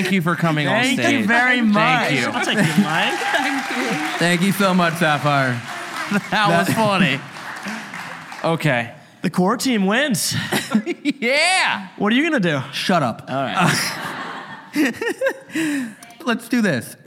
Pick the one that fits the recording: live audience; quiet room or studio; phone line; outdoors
live audience